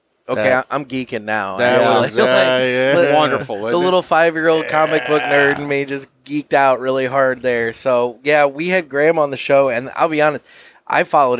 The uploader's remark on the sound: Live from the 100K Download Party!